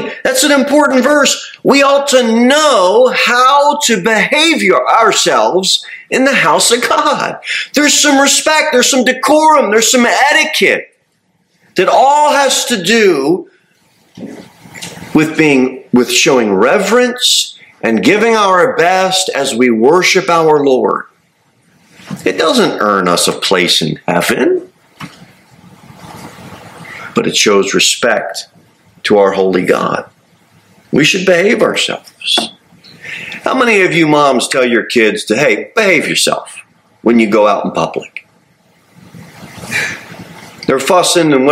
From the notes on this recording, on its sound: Sermon delivered at Pilgrim Baptist Church on Thursday, September 28, 2023, at 6-15 pm. Jere Whitson Rd. Cookeville, TN 38501.